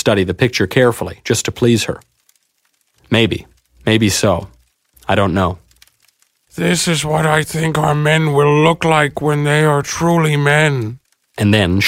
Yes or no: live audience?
no